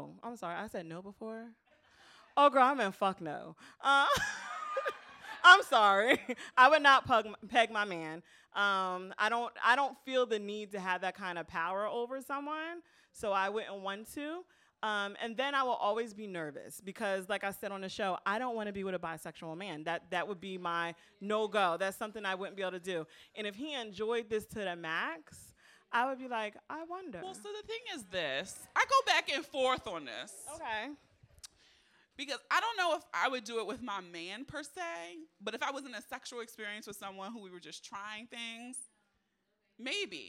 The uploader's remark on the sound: FULL audio of the #BoonieLive Philadelphia show